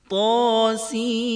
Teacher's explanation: توسین میں سین پر مد کے بعد غنہ ہوگا